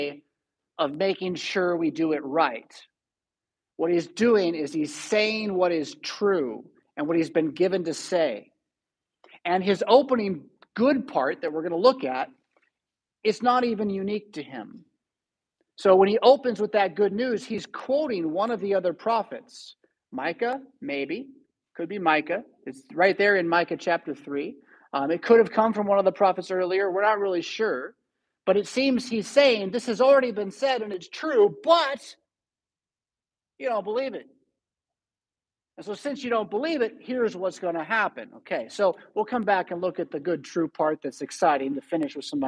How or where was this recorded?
large echoing room